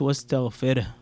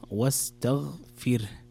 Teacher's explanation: فسبح بحمد ربك واستغفر مثلها، ليست واستغفره، واستغفر، لابد أن تكسر الفاء وترقق الراء · Shown in: second take